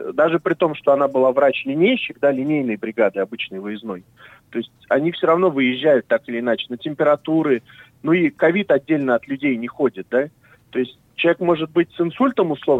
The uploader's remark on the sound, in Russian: По телефону